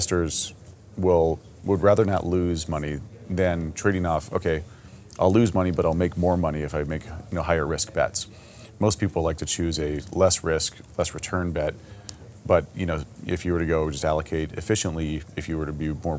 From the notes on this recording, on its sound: recorded at Consensus 2022 in Austin, Texas